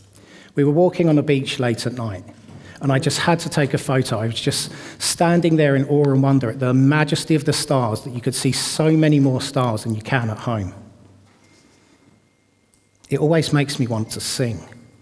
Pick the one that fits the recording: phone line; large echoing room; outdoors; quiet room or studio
large echoing room